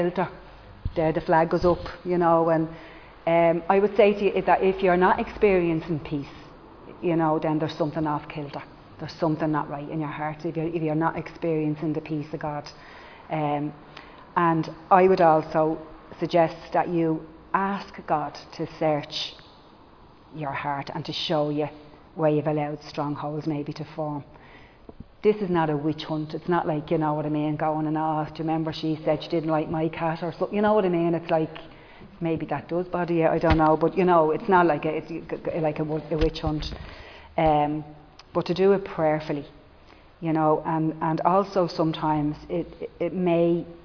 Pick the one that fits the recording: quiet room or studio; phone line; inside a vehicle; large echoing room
large echoing room